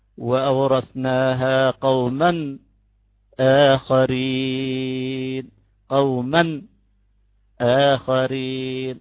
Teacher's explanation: صار التنوين النون يعني قوما كأنه مشدد كتم نفسه عليه هي صار سكت وآخرين زاد العيار من 2 إلى 5 أو 6 أو 7 هذا لا يجوز ولا يدل على ثقة بل يدل على عكس ذلك.